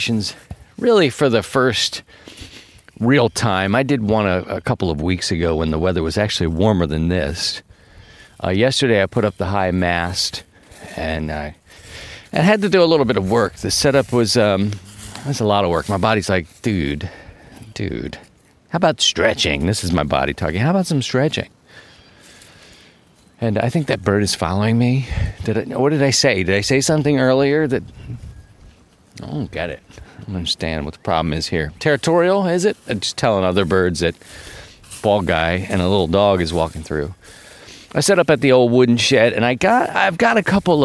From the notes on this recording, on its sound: On this episode, we’re back outside. As the weather breaks, 50 MPH winds came through this part of Missouri.